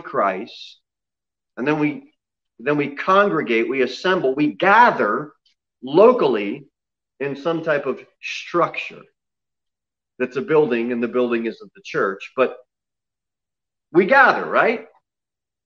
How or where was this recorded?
large echoing room